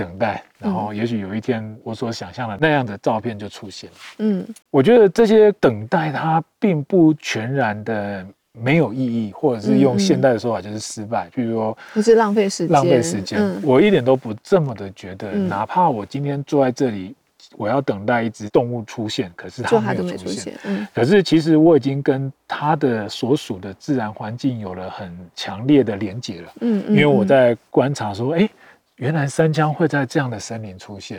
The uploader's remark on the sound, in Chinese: 本集非常特別，我們來到山林中錄音。在戶外席地而坐。